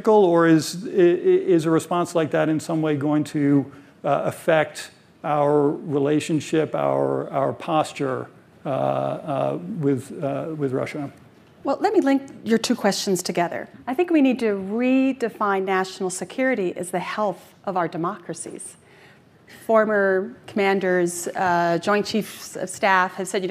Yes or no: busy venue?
yes